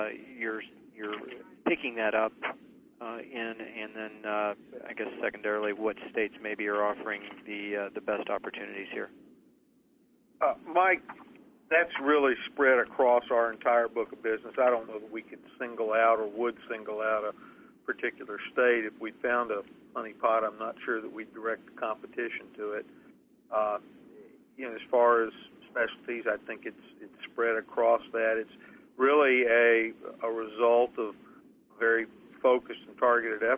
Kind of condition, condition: link, phone line